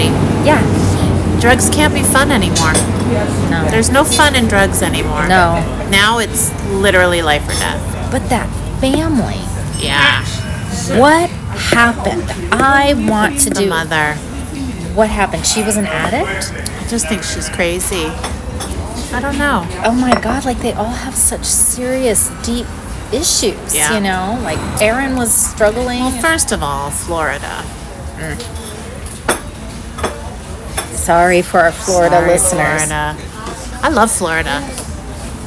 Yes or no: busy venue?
yes